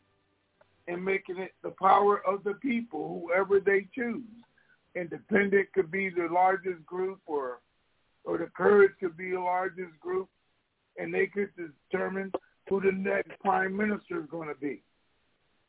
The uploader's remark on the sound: TNTSuperfantastic Conference Call